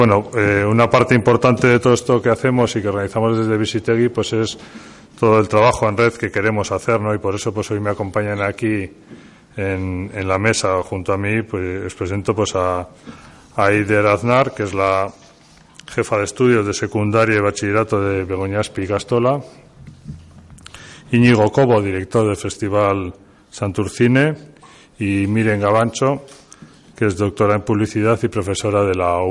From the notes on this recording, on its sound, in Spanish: durante la rueda de prensa de presentación de Homeless Film Festival 2019